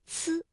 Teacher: 草，仙草。那么仙草的这个仙呢，声母是西，所以发音的时候，舌面的前部要接近硬腭的前部，留出一个窄缝，气流从缝中挤出，摩擦成声。这也是鸡栖息我们通常会用到的一个发音方法。那草啊，声母是呲，发音的时候，舌尖要抵住上齿背，阻碍气流，然后舌尖稍稍的离开，让这个气流从窄缝当中挤出，摩擦成音